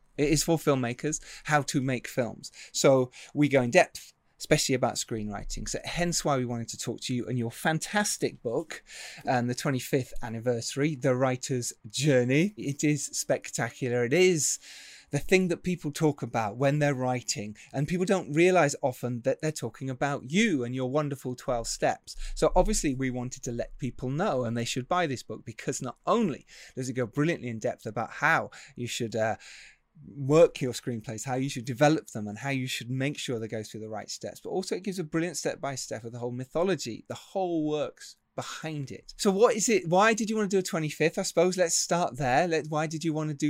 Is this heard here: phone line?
no